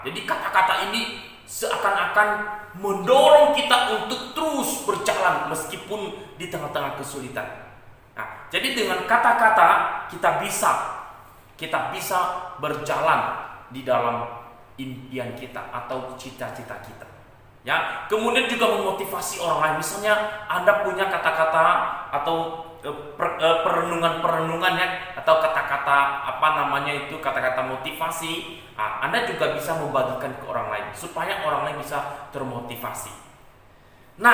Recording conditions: large echoing room